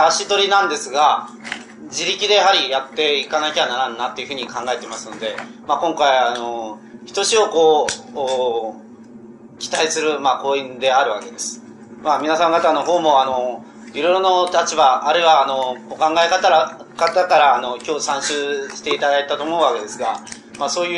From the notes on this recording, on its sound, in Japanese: 場所：新潟県三島郡出雲崎町・光照寺。良寛が剃髪を行った寺院である 新潟県の光照寺で行われた講演。音源は主催者提供。周辺ノイズが入るがクリア。質疑応答はオフマイク。テープチェンジで欠けた部分を 別のテープで埋め合わせているため 音質が変わる個所がある。